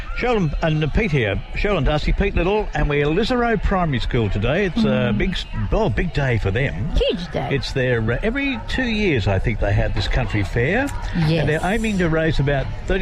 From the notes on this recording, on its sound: Live from the Lisarow Primary School Country Fair! The Gang was LIVE from the Country Fair Lisarow Public School.